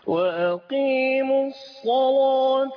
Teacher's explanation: وأقيموا الصلاة على وجه التغليظ على وجه الإشباع